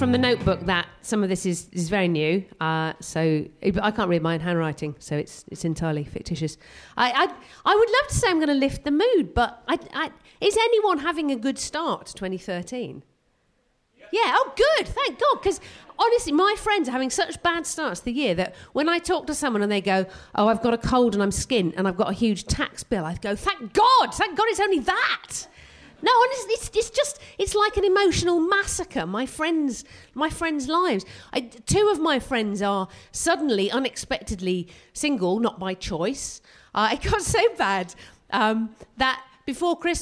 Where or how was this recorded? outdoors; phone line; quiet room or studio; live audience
live audience